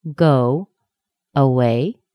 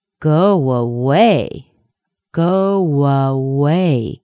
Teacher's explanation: There's a little tiny W connecting sound. · Shown in: second take